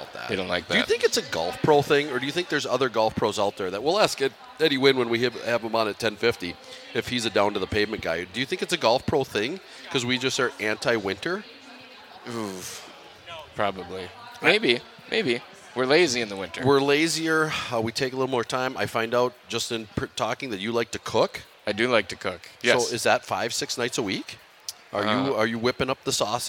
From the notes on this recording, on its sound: LIVE from the Golf Show. 2024 Minnesota Golf Show!